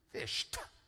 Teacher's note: You had 75 different muscle changes and you didn't say fish, duh. You said, you changed the ED to a T, fished · Term: a T sound